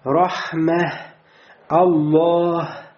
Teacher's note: И при произношении «ха» употребляется, да, больше дыхания, больше потока воздуха. И иногда человек чрезмерствует в произношении этого звука, и поток воздуха начинает проходить не только через ротовую полость, но и через носовую полость. · И ха, его махрач, мин аксаль халька, из дальней части горла, как у хамзы.